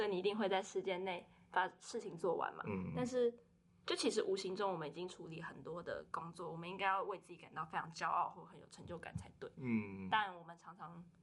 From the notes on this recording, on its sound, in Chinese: 近期我們收到很多關於聲音品質不足的回饋。我們初步研判，可能有時候錄音的地點限制，後製處理如降噪音等後會降低一些聲音，造成部分聽眾的不便。